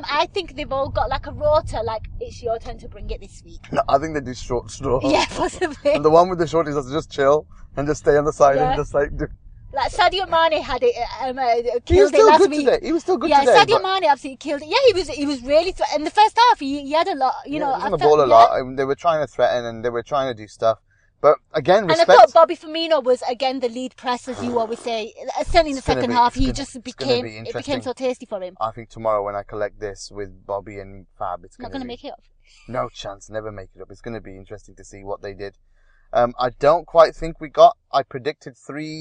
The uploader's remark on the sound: Post Match Car Pod